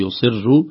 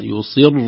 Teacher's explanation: تفخيم الصاد ولو كانت مكسورة، وتفخيم الراء أيضا خوفا من تأثرها بالكسرة · Shown in: first take